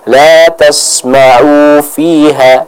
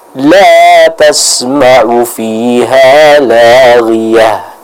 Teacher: jangan dipanjangkan dua harokat, tapi harus dibaca dengan pendek · Shown in: second take · Term: ain pendek